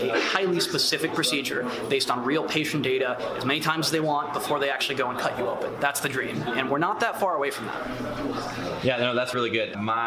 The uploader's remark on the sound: Live from CES 2020 in Las Vegas!